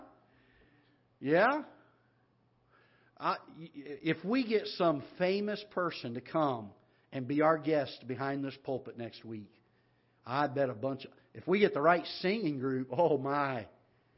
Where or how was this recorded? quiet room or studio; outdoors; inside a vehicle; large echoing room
large echoing room